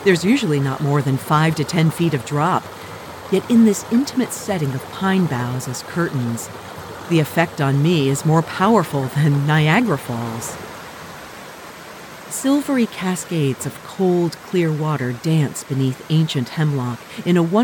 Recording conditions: outdoors